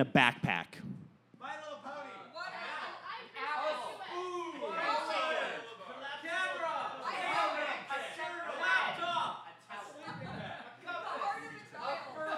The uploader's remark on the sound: A very special episode recorded with a live audience at ThunderProv, a bi-weekly improv theatre show put on by the improv theatre company, Sorry Not Sorry.